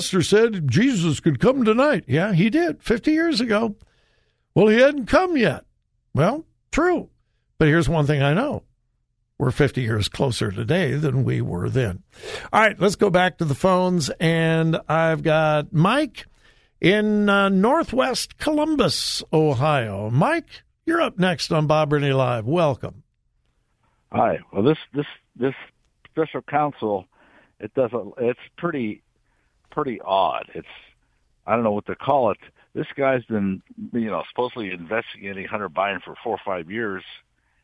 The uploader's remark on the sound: Open Phone Friday